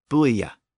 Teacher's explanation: it appears to be a two-syllable word with a Y sound in between, buoya. And I should note that many modern European languages still pronounce that word with a Y sound at the end.